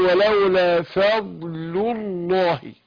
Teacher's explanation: شوف اللام الاولى بين الحرف اللي فيها اللي هي مرققه. اللام اصلا مرققه الا لام لفظ الجلاله الله. فالاثنين جم ورا بعض. فانا عايز ارقق الاولى وافخم الثانيه. فاقول ولولا فضل والضاد اللي قوه اللي فيها الاستطاله.